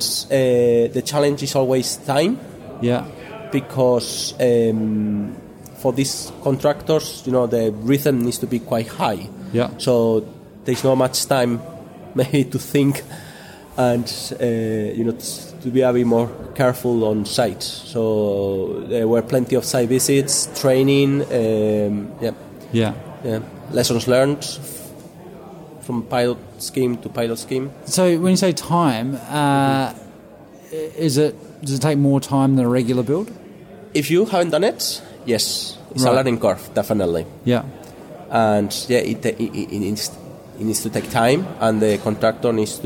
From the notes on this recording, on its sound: In this special bonus episode recorded at the 26th International Passive House Conference.